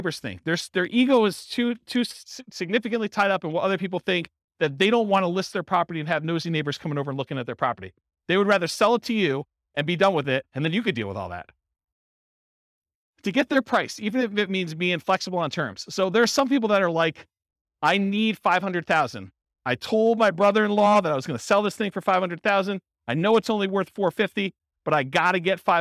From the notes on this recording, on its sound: Real estate entrepreneurs in Surprise, Arizona. This was a live class recorded.